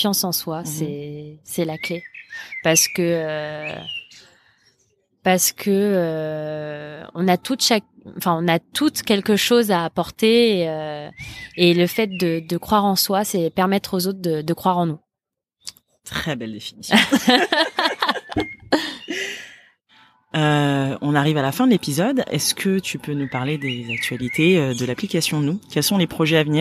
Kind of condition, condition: setting, outdoors